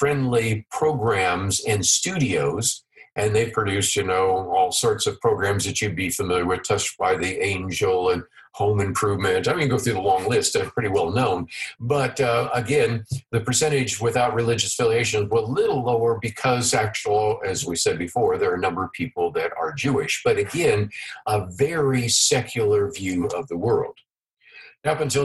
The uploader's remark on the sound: 2020 Zoom Conference